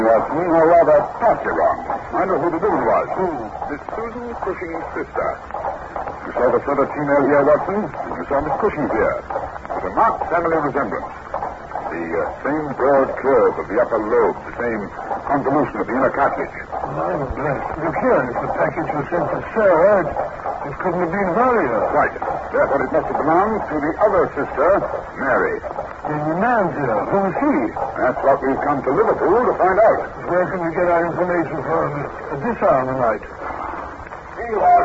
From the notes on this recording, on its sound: Audio is good, although it goes from a bit staticky at the beginning, to fading to worse by the end.